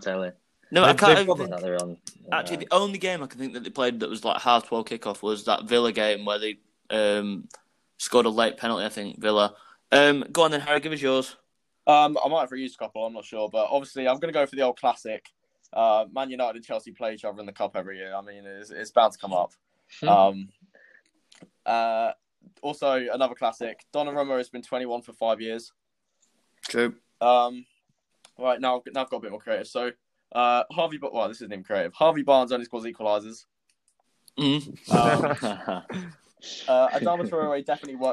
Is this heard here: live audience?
no